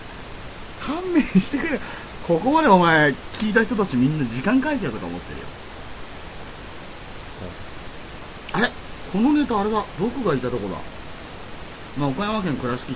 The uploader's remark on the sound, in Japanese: 久しぶりの録音環境と編集。ちなみに音質とサー音が入っているのは、録音環境が悪いからです。